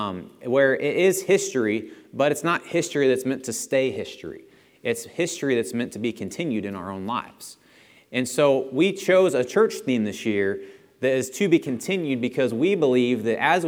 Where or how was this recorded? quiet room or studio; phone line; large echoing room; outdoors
large echoing room